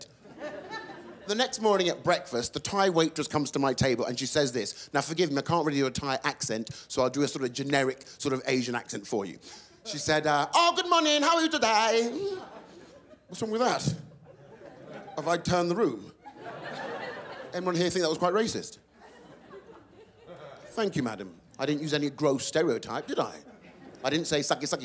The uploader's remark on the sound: stand up from the Just For Laughs Festival in 2012